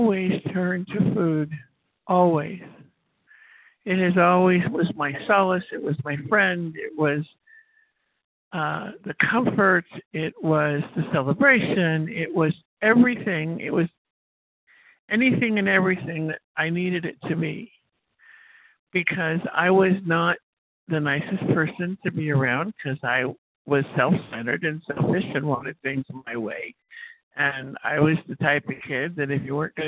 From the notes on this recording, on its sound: from the 100 Pounders Phone Meeting, 11/17/23.